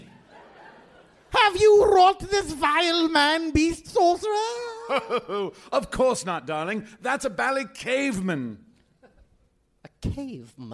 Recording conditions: live audience